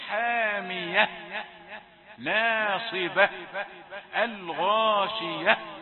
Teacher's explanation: تقف على التاء بالهاء، لازم يخرج النفس، لازم يبان، والا تبان انت كلت الحرف الاخير في كل الجمل.